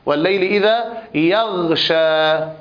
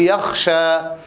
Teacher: فإذا لم تبين الغين بيانا متمكنا انقلبت إلى خاء